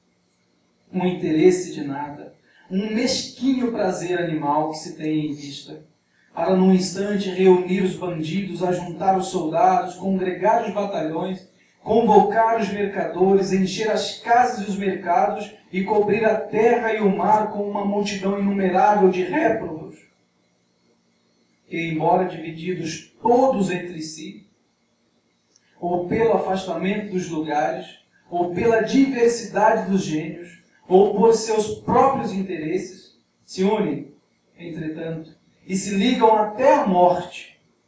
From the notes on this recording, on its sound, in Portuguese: Em Recife. A gravação amadora, feita do celular.